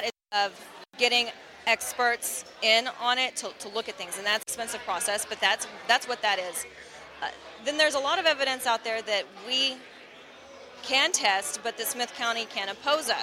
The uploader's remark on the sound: LIVE From Dallas. This episode was recorded live at the Dallas fan meet-up. We hear from several listeners.